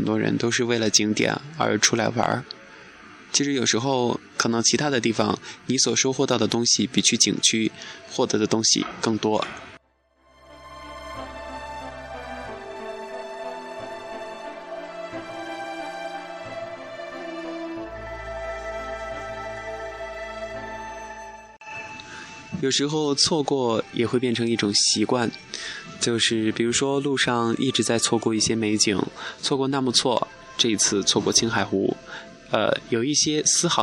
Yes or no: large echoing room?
no